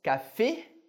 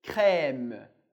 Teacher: a gente tinha um som fechado, E, e agora a gente passa para um som mais aberto, E. É, som que a gente tem no português, a gente não tem dificuldade de reproduzir, é só se acostumar à escrita.